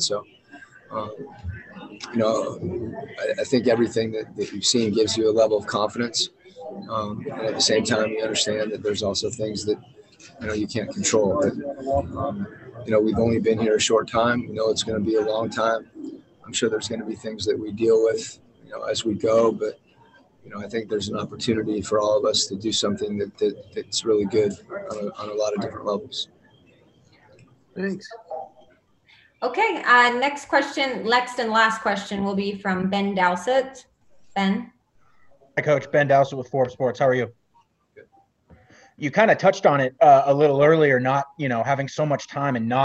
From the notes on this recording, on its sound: Spoke with local media over ZOOM from Orlando after his team's first practice.